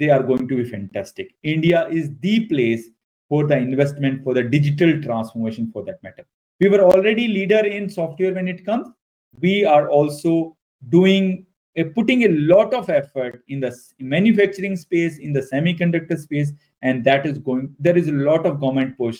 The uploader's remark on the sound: This episode is the recorded and edited version of the webinar.